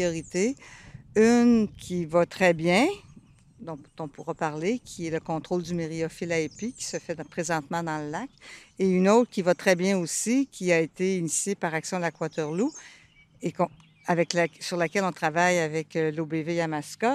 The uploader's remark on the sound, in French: enregistré à l'extérieur, devant le Lac Waterloo